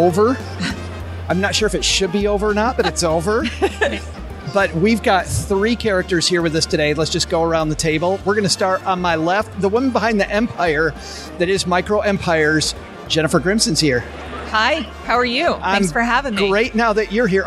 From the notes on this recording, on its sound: Live from PM21. Our amazing panel, live from Podcast Movement in Nashville!